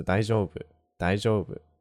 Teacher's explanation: So it's kind of going down on like the jo kind of part. · Term: pitch accent